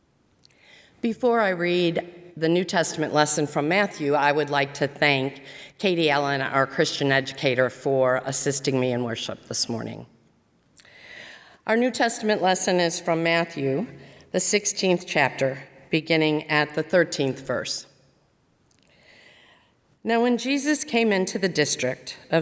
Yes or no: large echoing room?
yes